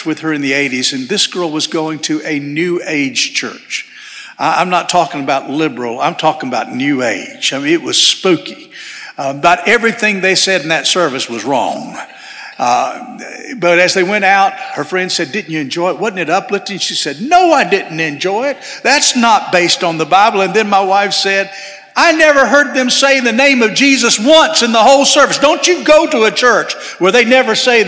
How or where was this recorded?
large echoing room